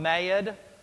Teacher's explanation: You know, in Texas, you've got mad and then you've got mad. When you add that extra syllable in there, that extra vowel, and make it a triphthong, mad, that's Texas for mad.